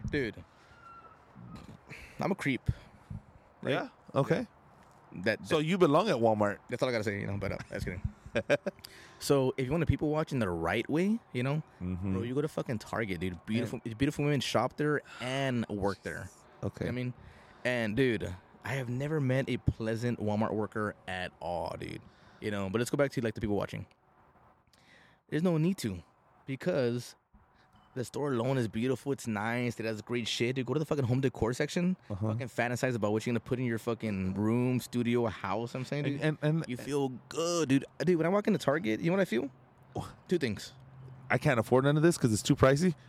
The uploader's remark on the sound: Live at the Landmark Arm Wrestling